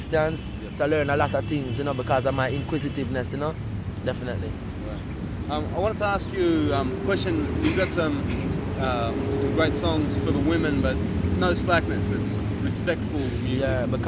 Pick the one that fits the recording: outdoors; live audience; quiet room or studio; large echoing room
outdoors